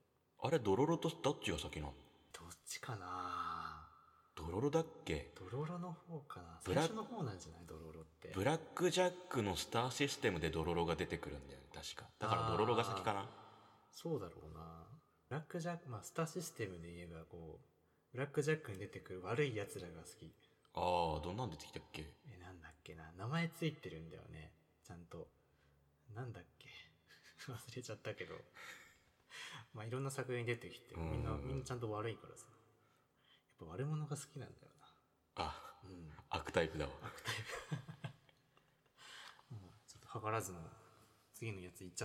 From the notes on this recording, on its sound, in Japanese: 全編エコーがかかっていますが。